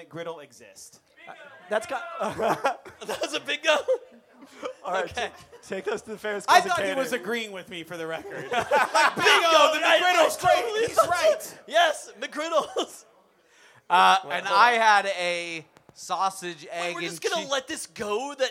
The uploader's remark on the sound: During Peltoncast Live Spring 2023